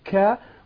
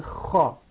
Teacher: حرف الكاء وهذا ما يعنينا هنا ينطق انفجاريا كاء وينطق رخوا خاء، يعني يخرج الهواء هكذا سهلا رخوا